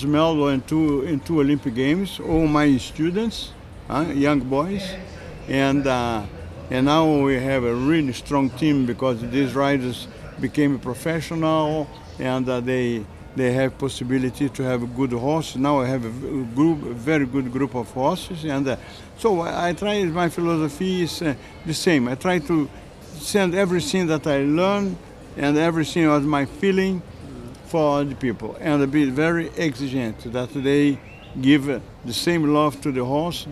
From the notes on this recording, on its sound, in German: Der Podcast wurde im Zuge des CHIOs in Aachen 2023 aufgenommen.